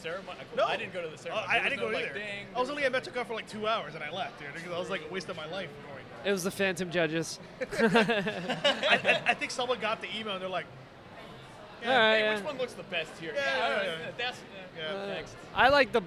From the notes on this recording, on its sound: This week's episode was recorded at Animate!